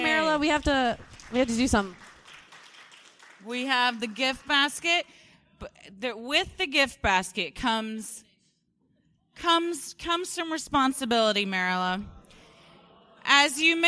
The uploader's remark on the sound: (LIVE SHOW)